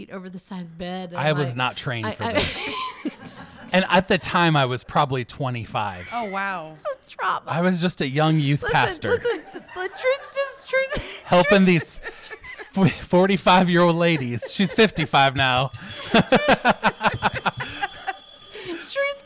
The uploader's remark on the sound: Love Changes Things w/ our LIVE audience.